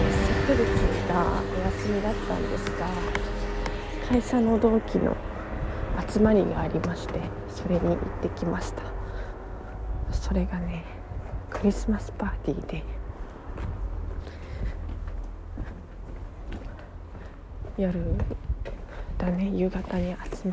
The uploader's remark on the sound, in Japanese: 歩きながら電車に乗るまでの12分間ラジオです